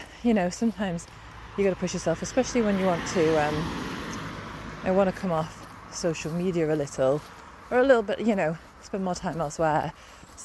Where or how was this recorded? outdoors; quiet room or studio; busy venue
outdoors